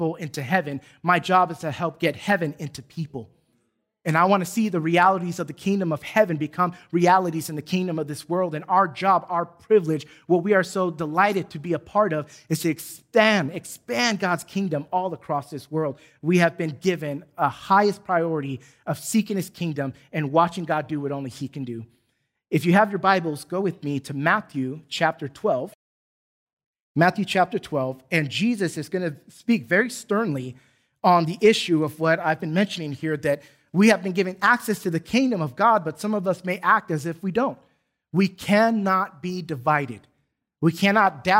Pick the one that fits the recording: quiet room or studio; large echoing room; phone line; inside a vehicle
large echoing room